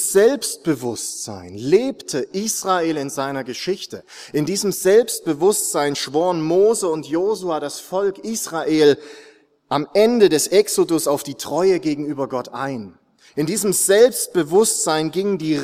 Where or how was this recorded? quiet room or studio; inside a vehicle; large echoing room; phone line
large echoing room